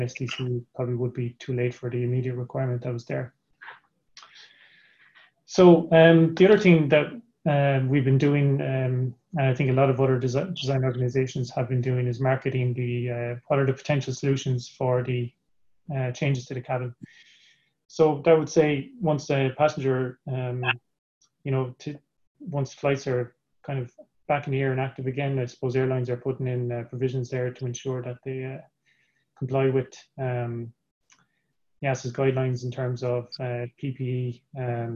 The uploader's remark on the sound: APTN Zoom Call